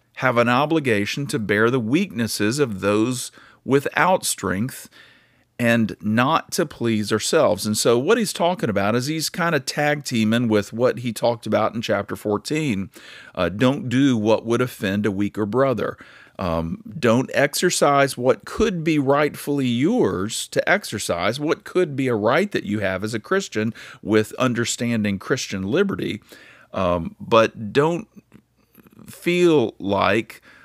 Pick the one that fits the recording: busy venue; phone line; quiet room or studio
quiet room or studio